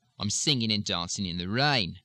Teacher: In many harsh Australian accents, of course, the ING's will drop as they do in Cockney.